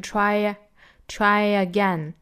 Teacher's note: 连读加音的，这里面要加一个耶，那是半元音耶，但是不是十足的那个耶啊，是假的耶。